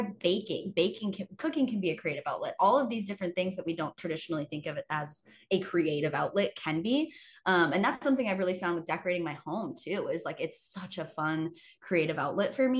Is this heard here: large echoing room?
no